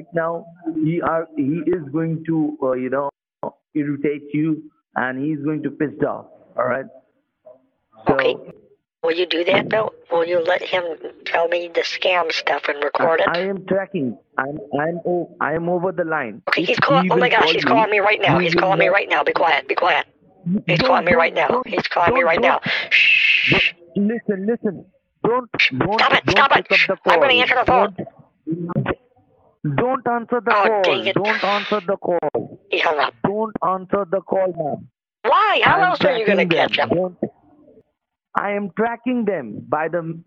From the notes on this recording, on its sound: on the phone with multiple scammers